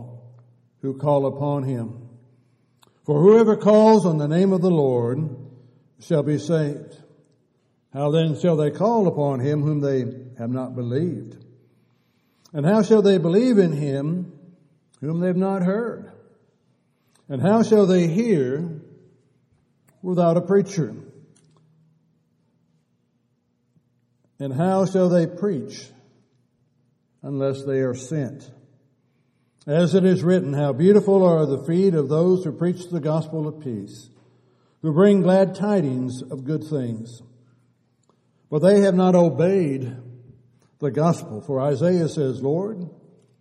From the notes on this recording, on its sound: Downtown Church Of Christ Audio Sermon